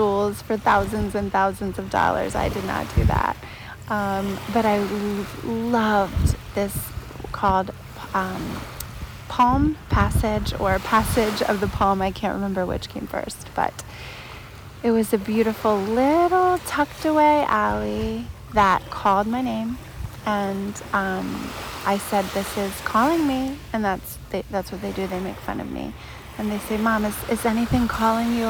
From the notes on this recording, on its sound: This episode was recorded outside, at the sea, with the sounds of nature - waves, birds voices, boats, and more!